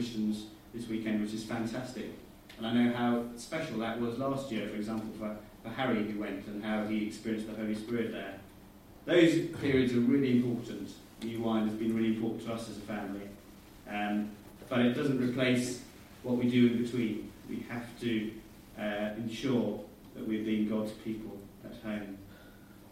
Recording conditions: poor sound quality